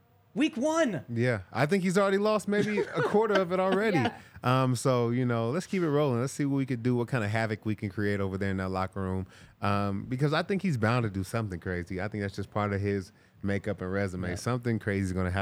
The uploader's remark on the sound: coming to you LIVE from the DNVR Bar